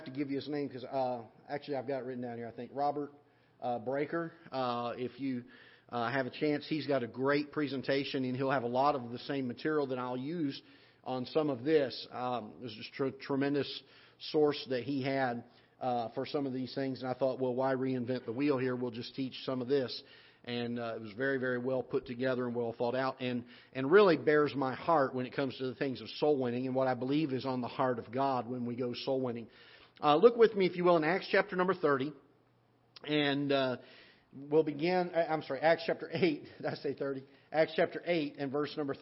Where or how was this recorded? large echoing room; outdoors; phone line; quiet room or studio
large echoing room